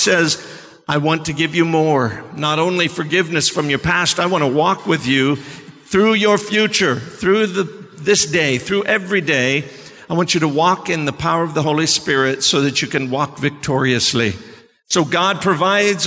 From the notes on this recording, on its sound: Sermon preached at CBC Shiashie Campus